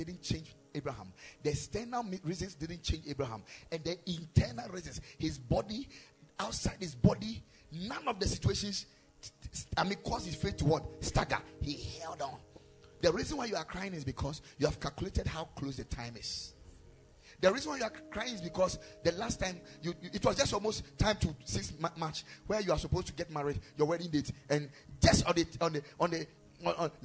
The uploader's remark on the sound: Preached at Ekklesia Chapel